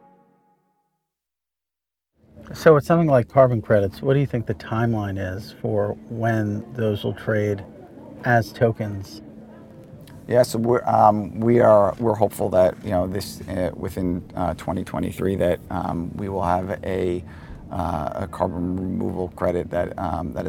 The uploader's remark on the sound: recorded at Paris Blockchain Week 2023